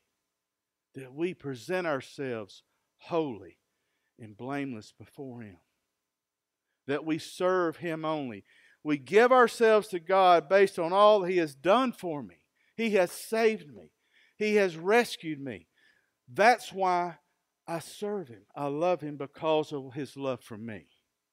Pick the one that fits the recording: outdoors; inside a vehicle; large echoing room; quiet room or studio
large echoing room